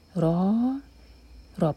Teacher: رو پر فتح تو رو ہیوی